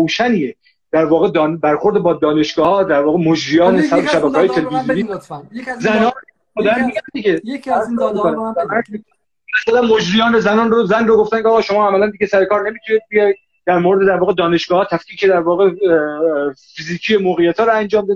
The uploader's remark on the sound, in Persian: در این برنامه که جمعه نوزدهم شهریور در اینستاگرام ضبط شده